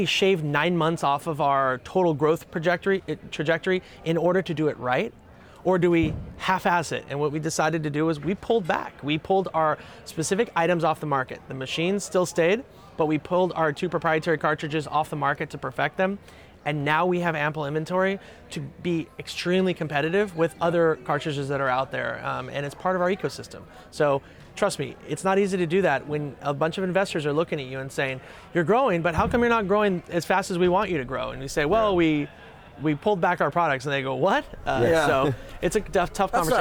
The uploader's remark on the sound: Live from New West Summit